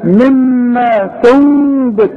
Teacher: اوعى تضم شفايفك، اوعى تقول لي تنبت، واوعى تقولها لي نون خالصه · Term: اقلاب